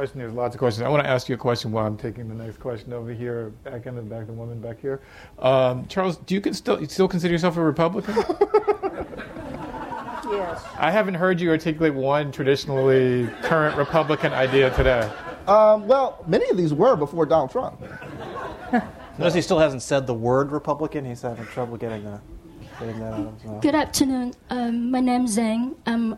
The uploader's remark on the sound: The Ash Center for Democratic Governance hosted a conference titled Race and Justice in the Age of Obama. This podcast is a recording of the panel.